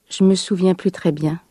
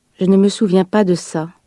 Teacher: Она говорит Je me souviens plus très bien. Так называемое немое «э» в местоимении «же», а также первая часть отрицания «не» опускается, исчезает. · Shown in: first take · В разговорном языке это встречается очень часто.